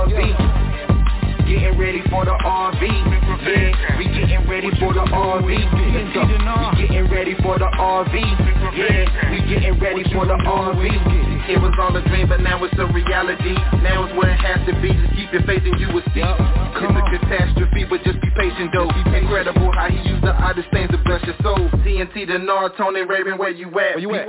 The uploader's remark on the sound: TNTSuperfantastic Conference Call - April 11, 2022